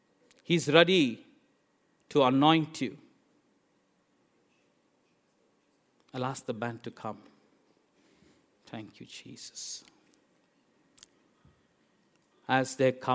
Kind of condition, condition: setting, large echoing room